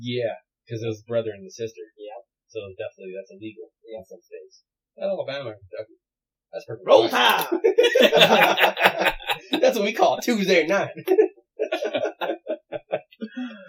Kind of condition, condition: fault, poor sound quality